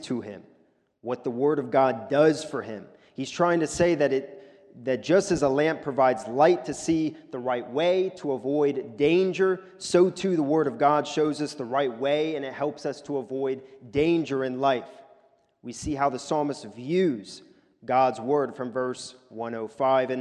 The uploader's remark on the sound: a sermon recorded at the Lebanon Bible Fellowship Church in Lebanon, PA during the evening service